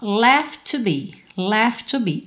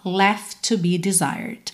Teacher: seria muito comum a gente juntar left to num T só. Left to be.